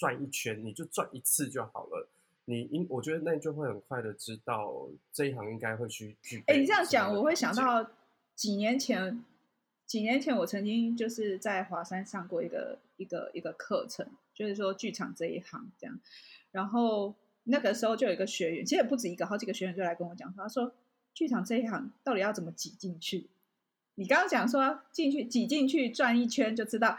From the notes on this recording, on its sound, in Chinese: 本集節目透過Zencastr錄製平台來錄製，聲音品質會與過往錄製有些落差，請見諒。